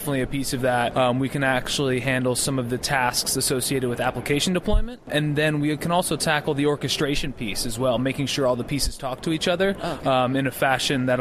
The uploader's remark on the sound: at All Things Open conference